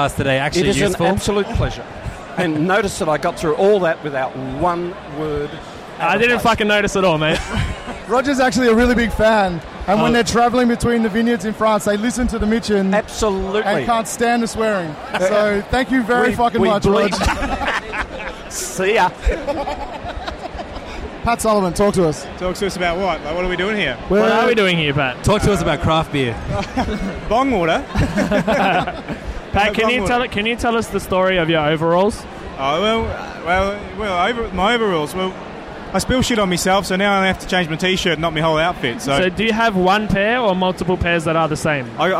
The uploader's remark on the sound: Live From Rootstock. Drank a few too many wines before hitting record but managed to stumble their way through a handful of interviews with some of the biggest stars of natural wine.